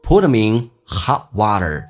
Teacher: put them in 后面还有个连音 min